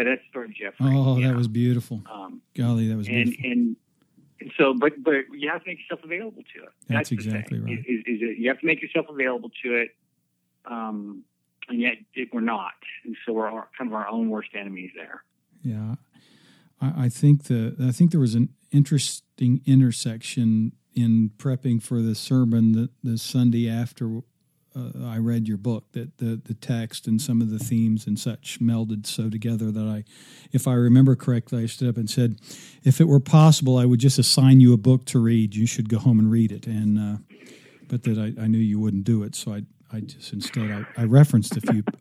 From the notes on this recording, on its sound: Out of respect I kept our time on the phone to an hour.